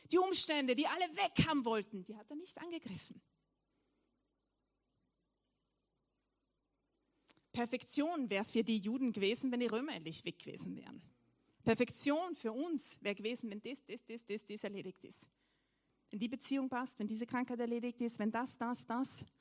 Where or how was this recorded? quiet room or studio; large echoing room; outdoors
large echoing room